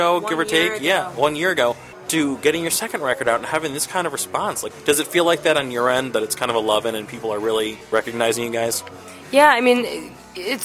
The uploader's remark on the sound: interview recorded onsite at Panchos in Logan Square